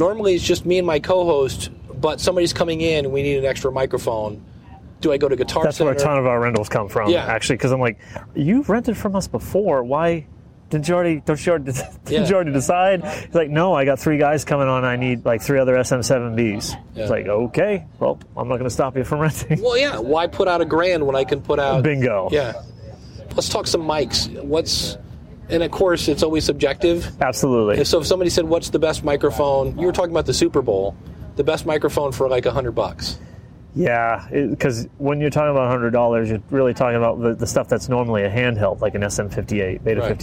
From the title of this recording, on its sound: Live From the Floor of Podfest